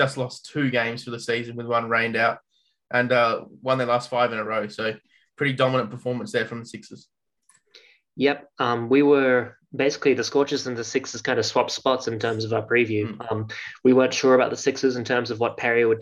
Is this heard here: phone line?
no